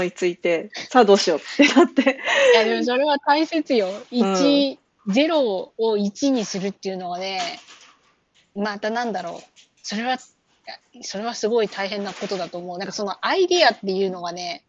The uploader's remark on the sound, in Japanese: 遠隔収録